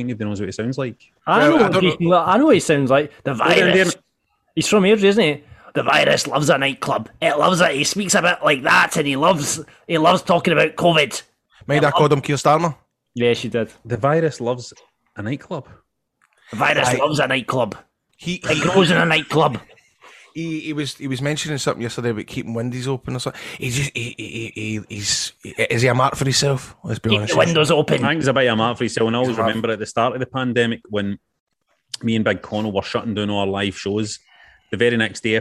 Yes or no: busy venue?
no